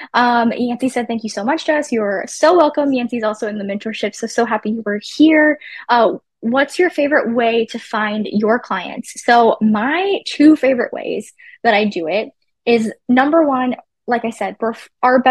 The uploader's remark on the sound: In this encore replay of our live webinar, Business Class.